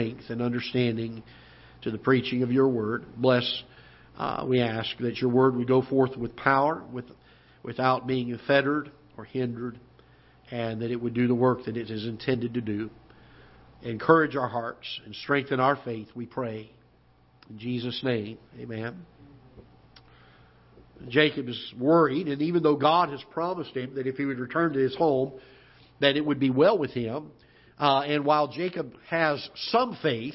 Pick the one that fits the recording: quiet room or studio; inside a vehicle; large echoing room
large echoing room